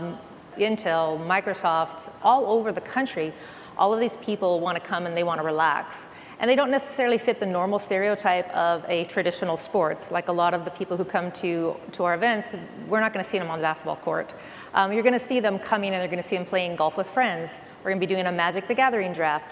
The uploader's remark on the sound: In this session, attendees were able to hear the experiences and advice from a panel of experts